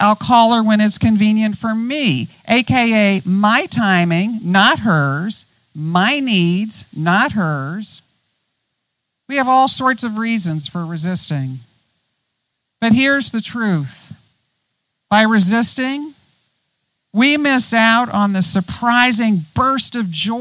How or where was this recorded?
outdoors